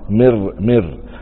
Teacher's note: يقرأها خطأ بترقيق الراء